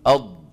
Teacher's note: لما نقول استطالة يعني طلب الطول. وبينا بأن حافة اللسان كلها من كل الجهات بما فيها الطرف كلها تنغلق على المخرج · Term: الاستطالة